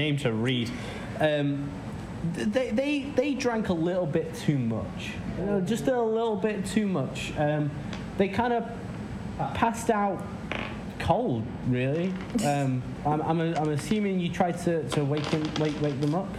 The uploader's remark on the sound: We are still working on the audio quality